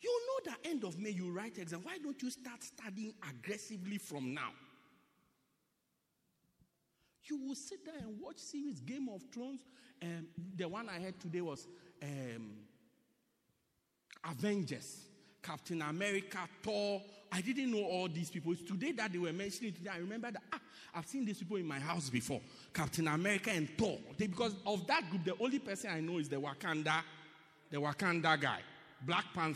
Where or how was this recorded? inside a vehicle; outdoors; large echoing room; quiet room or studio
large echoing room